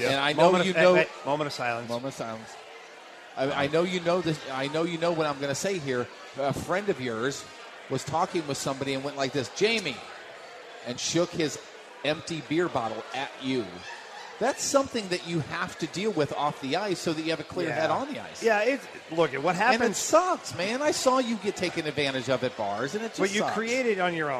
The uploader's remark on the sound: We are LIVE from Copper Fire in Belleville